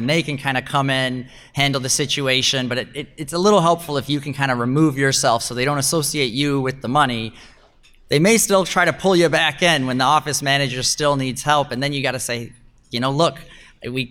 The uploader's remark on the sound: Recorded Live at the Real World Dermatology For Residents Conference in Las Vegas, NV. In front of a live audience at the Real World Dermatology For Residents Conference. Sahara Hotel and Casino in Las Vegas, NV.